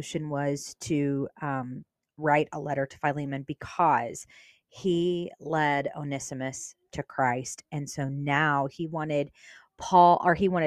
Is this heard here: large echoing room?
no